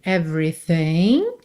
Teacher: você não pronuncia o segundo E de everything, então do V vai pro RE já